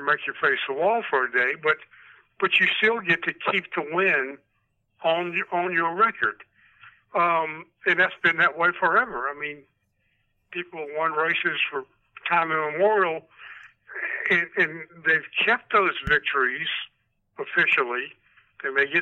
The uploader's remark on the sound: Joining the group by phone. Hops on a mic.